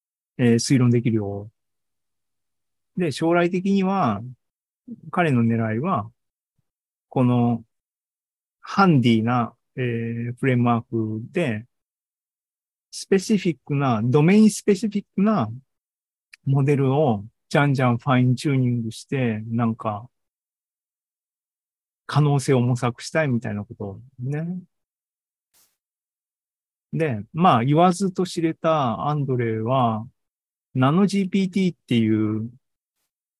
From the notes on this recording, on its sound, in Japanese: ２０２３年７月２９日に開催した ZOOMライブの模様です。